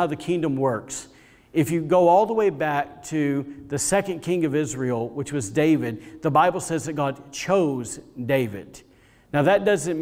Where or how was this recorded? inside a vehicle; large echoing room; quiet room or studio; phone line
large echoing room